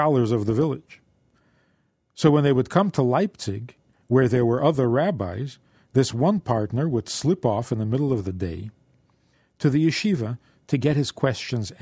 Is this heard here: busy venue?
no